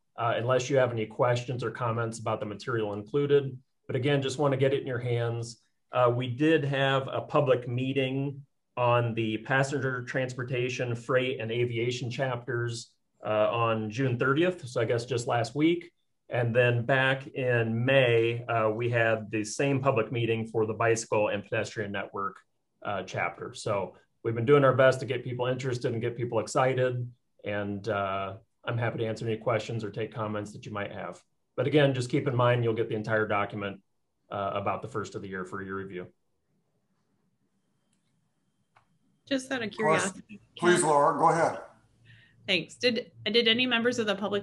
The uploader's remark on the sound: Meeting of the Metropolitan Planning Organization of Johnson County's Urbanized Area Policy Board (Zoom meeting).